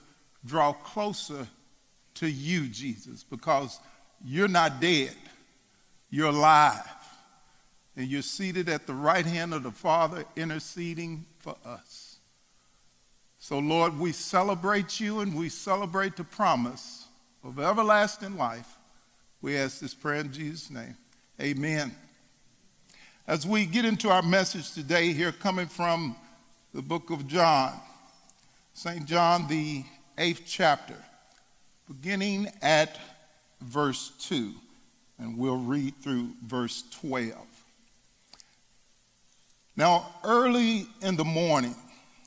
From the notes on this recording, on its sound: At The Fellowship in Nashville. Recorded live on July 14, 2019 at The Fellowship at Mt Juliet.